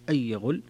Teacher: هنا ترك الغنة لخلف عن حمزة